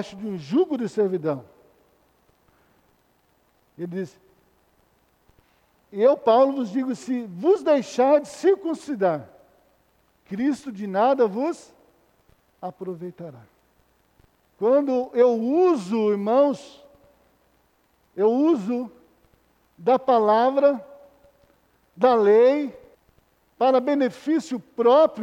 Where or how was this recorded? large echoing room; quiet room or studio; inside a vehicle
large echoing room